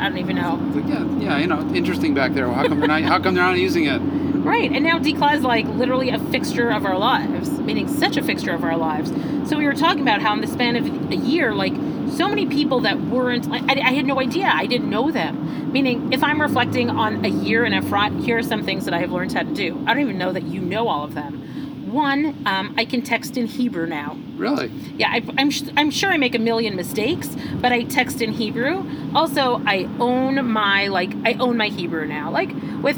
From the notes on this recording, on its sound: Podcast in a Truck. In honor of purchasing our first delivery truck. Take it out on a joyride and record this week's podcast on our drive.